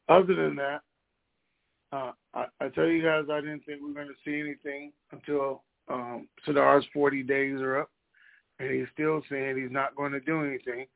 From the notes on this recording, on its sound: TNTSuperfantastic Conference Call